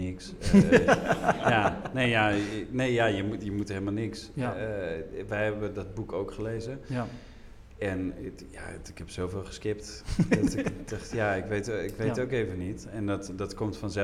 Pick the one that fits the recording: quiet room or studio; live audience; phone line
live audience